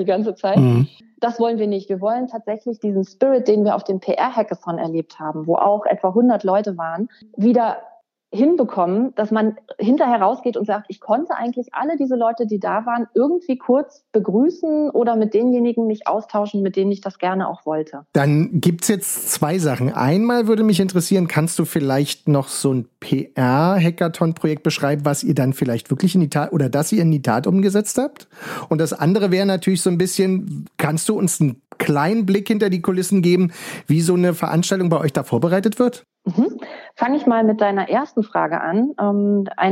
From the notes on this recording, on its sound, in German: Und darüber hinaus können jetzt mit dem Equipment auch Telefonate sauber aufgezeichnet werden. Ein Telefoninterview.